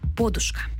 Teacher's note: Річ у тім, що у словниках, виданих до 30-х років 20-го століття, широко зафіксовано наголос на префіксі – подушка. З таким наголосом слово подає словник Грінченка, також правописний словник Голоскевича і російсько-український академічний словник Кримського і Єфремова.